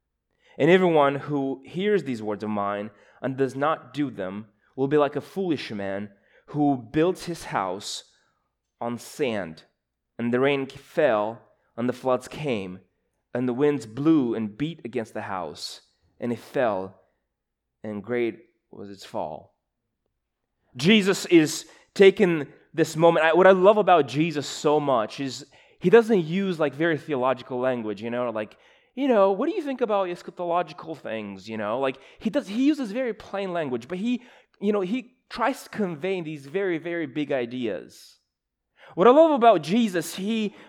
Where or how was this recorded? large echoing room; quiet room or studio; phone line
large echoing room